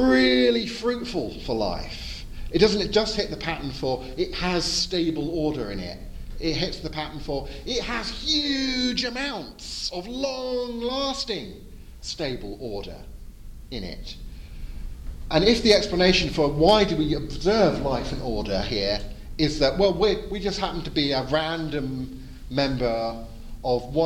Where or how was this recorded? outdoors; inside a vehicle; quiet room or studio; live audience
live audience